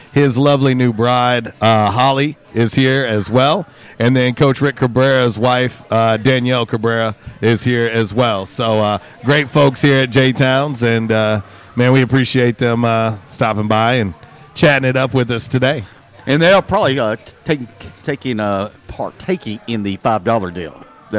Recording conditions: busy venue